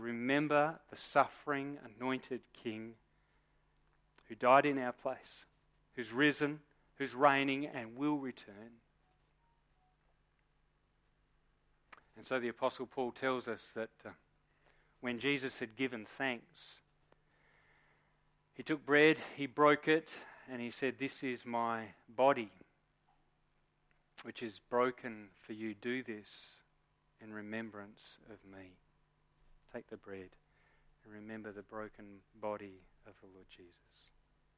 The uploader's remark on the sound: Recorded live at Morley Baptist Church